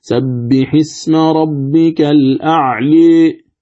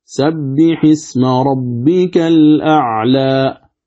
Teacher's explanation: فالإمالة تكون بين الألف والياء لكنها إلى الياء أقرب · Shown in: first take · Term: الإمالة الكبرى